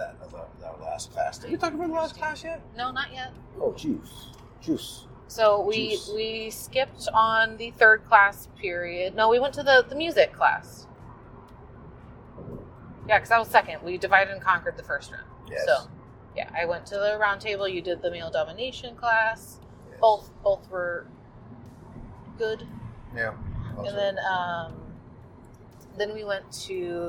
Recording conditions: inside a vehicle